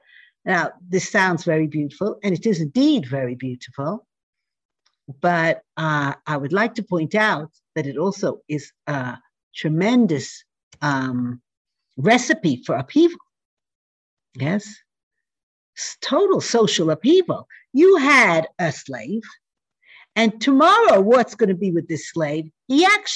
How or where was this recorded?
video call